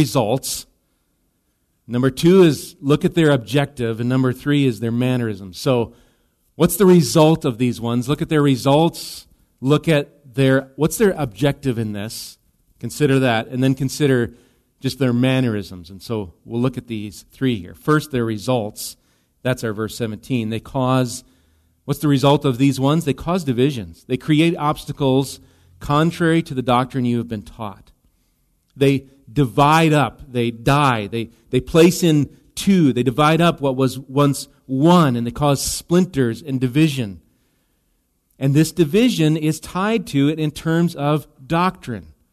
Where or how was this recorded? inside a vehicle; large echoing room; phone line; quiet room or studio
large echoing room